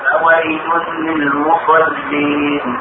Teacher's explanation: ادغام كامل مو ادغام ناقص يعني بلا غنة يعني ما بيشبع.